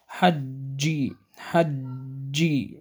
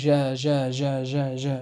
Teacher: وينحبس الصوت خلف وسط اللسان ويهتز الوتران الصوتيان عند نطق الجيم المشددة · Shown in: first take · يعني مشددة بدون الوقف عندها، يعني تكون متحركة، مثلا حجي حجي.